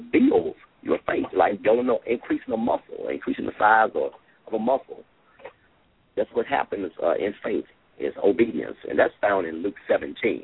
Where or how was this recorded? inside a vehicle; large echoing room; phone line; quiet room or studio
phone line